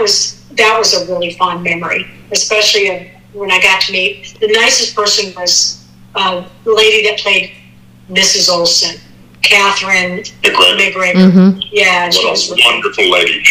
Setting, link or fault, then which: link, phone line